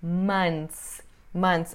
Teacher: A gente tira o TH normalmente.